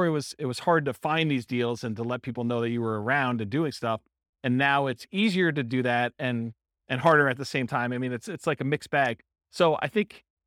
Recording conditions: live audience